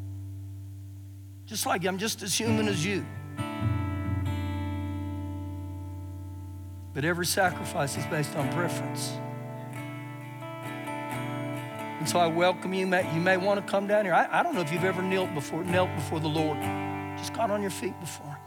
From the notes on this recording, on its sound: Recorded live during our Wednesday night service